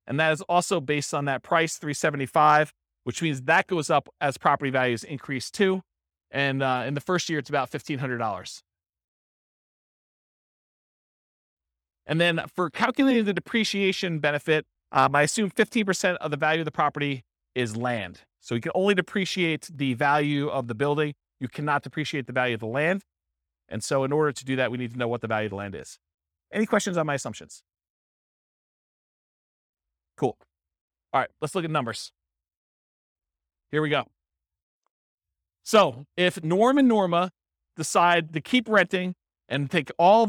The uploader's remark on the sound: This was a live class recorded